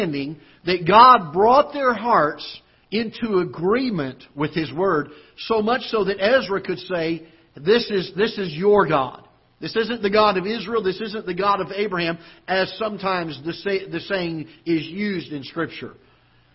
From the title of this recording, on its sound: Ketha Heights Baptist Church ~ Live Broadcast